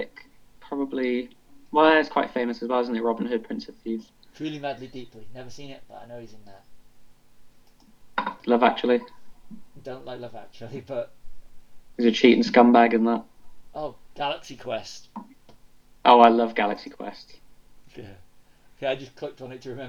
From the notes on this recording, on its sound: Apologies for audio issues.